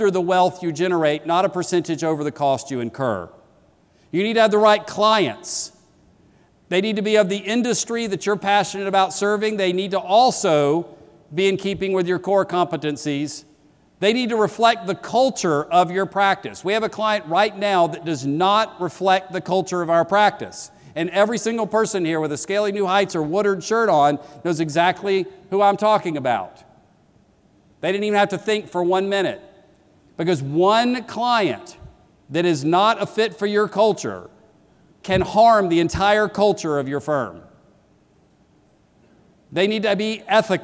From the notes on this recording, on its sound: keynote that launched the 2016 conference